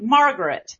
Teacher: Southerners often put more stress on the first syllable